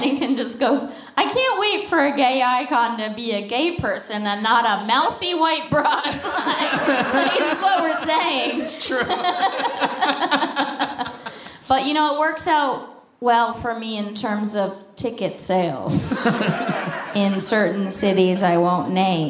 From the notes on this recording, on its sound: a LIVE taping of High & Mighty in San Fransisco